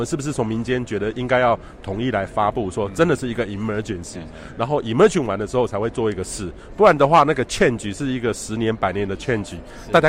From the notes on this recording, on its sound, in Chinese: 西班牙馬德里 COP25 現場